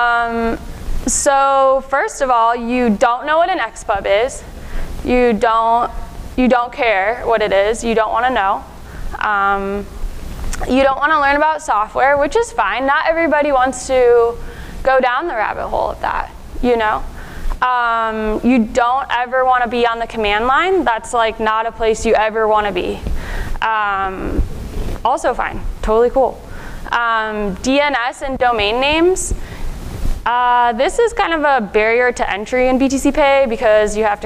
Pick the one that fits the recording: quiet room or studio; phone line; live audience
live audience